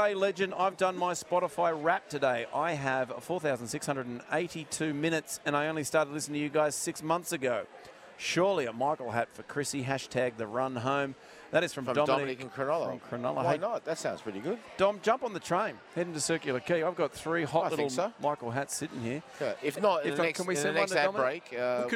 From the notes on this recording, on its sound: live from Wahlburgers in Circular Quay